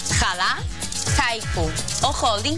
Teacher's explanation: Jalar, haiku o holding són estrangerismes inclosos al diccionari normatiu però mantenen la H aspirada.